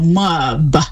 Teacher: But what we'll do is we'll sort of insert an extra vowel between the M and the B, so mub. would be more like we pronounce that.